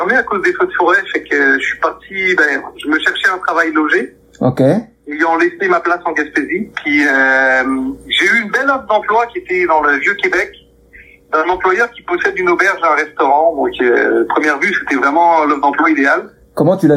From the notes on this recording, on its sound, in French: enregistré par téléphone